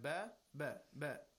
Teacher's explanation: There is a small echoing sound. Make sure you don't give it a haraka. You don't give it a vowel. You don't say qabali or qabili. · Term: qalqala